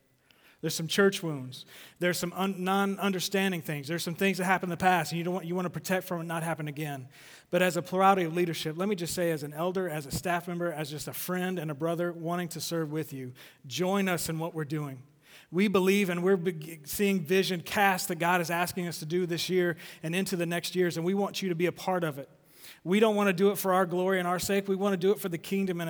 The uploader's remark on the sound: Recorded live. At The Fellowship at Two Rivers on January 19, 2020.